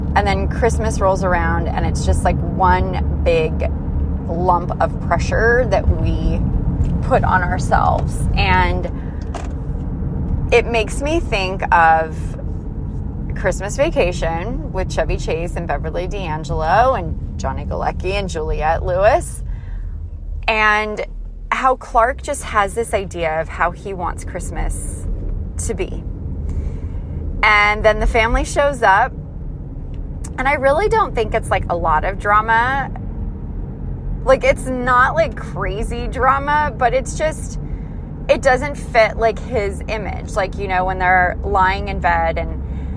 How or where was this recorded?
inside a vehicle